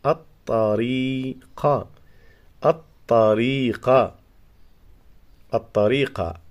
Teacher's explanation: الطاء، لام شمسية لا تنطق، حرف الطاء حرف مشدد